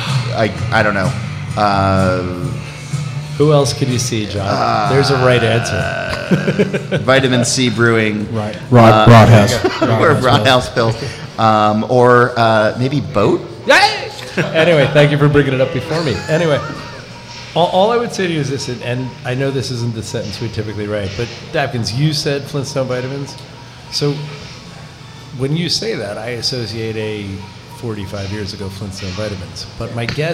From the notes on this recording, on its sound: We turned 8 last Monday and celebrated by recording a live in-person show with a small but dedicated crowd at our original location, Barcade Jersey City.